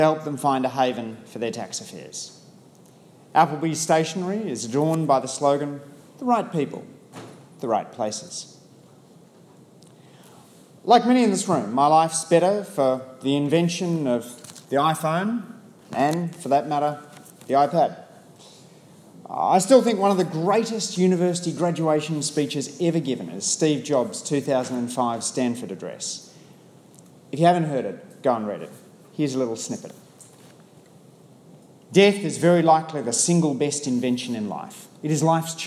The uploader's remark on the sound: I spoke to the petroleum industry’s biennial tax conference.